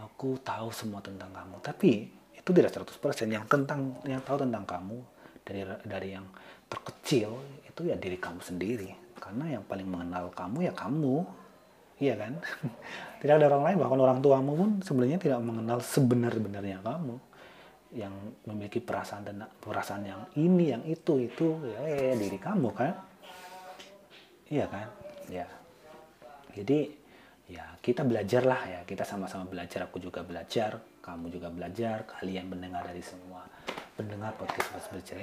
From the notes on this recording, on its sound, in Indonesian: dalam setiap rekaman podcast ada noice di maklumi aja y